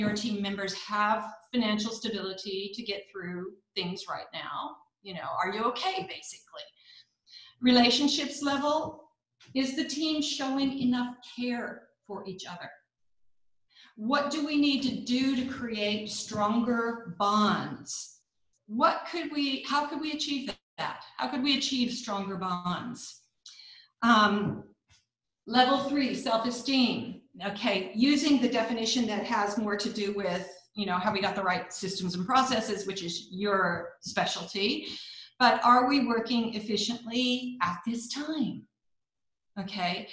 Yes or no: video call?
yes